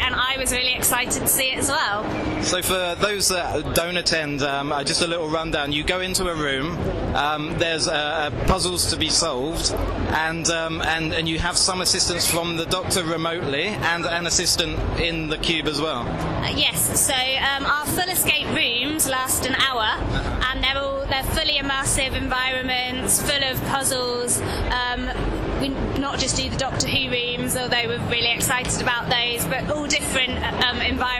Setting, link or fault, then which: setting, busy venue